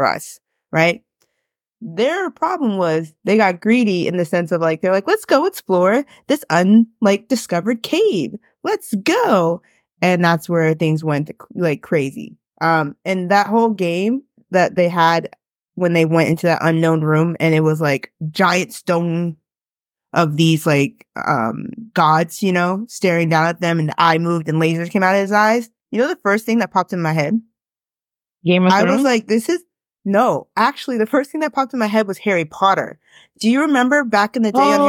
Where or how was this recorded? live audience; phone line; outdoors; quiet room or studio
quiet room or studio